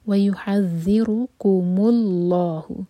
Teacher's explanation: وَيُحَذِّرُكُمُ اللَّهُ، اللہ تعالیٰ کے نام میں جو لام ہے یہ لام جلالہ ہے اور یہ ہیوی پڑھا جائے گا کیونکہ اس سے پہلا جو ورڈ ہے وہ دمہ پر اینڈ ہو رہا ہے.